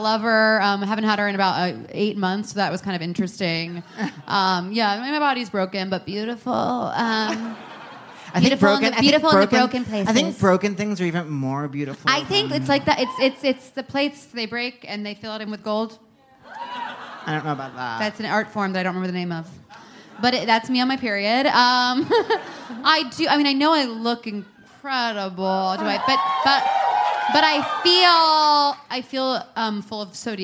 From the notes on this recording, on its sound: Answer more letters for help live on stage at The Bell House.